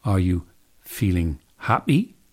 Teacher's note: What you're hearing in happy is a plosive whose stop stage is a P, but whose release stage is a glottal. And in walk-in, you hear that the stop stage of the plosive is K, while the release stage is a glottal. · Term: glottal reinforcement